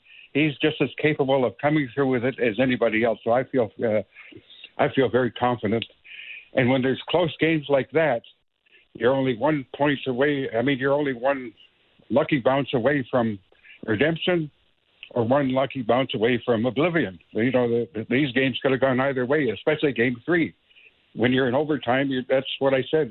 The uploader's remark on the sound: Later on, we open up the phonelines to gauge the pulse of Leafs Nation.